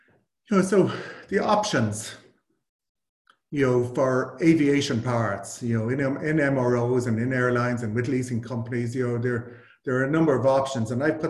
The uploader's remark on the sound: APTN Zoom Call